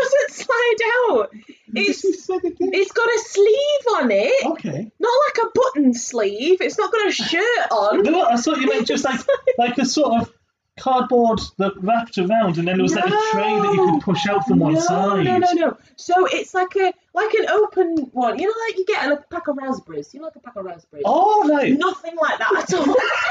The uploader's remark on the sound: We are aware that the audio quality is not brilliant. The laptop we are using was recording the audio through it's in-built microphone rather than the external microphones we had set up.